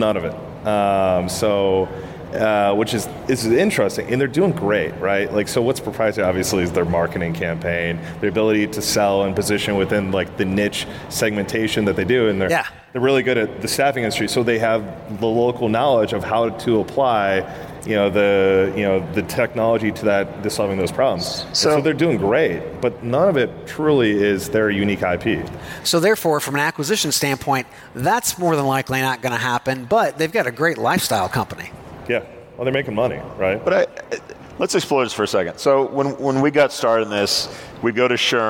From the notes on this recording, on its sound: live from the big stage at UNLEASH America in Las Vegas